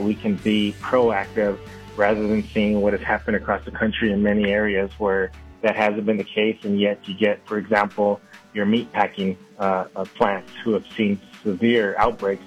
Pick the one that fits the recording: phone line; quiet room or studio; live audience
phone line